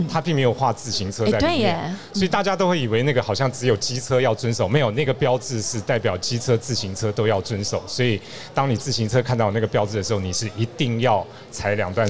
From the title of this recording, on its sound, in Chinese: 2022 Taipei Cycle台北國際自行車展-Live Podcast